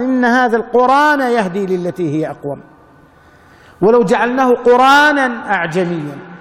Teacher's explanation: ينقل حركة الهمزة إلى الساكن قبلها في لفظة القرآن · Term: ينقل الهمزة